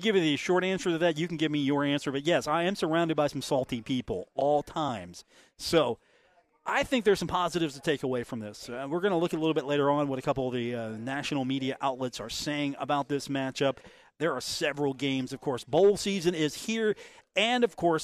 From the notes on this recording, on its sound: on location at The Union Pub and Grill for today's episode.